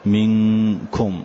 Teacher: ما شددت الدال كالإدغام، ولم أظهر النون كالإظهار · Term: الإخفاء